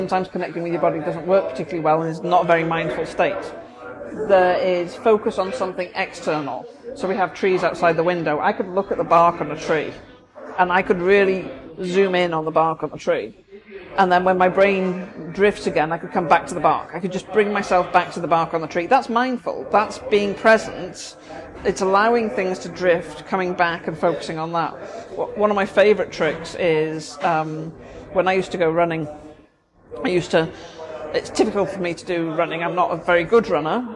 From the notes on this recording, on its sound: Please note these episodes are recorded chats in Starbucks so may have more background noise than a usual podcast.